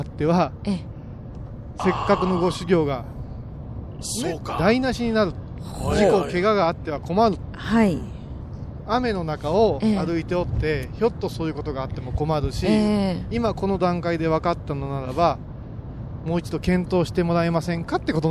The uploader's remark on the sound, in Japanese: 今回は、帰りの車の中からお送りします。車のエンジン音がBGMです。